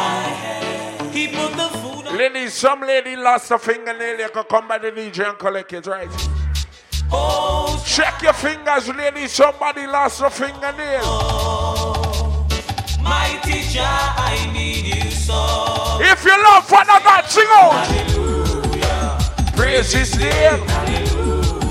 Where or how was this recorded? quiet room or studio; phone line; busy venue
busy venue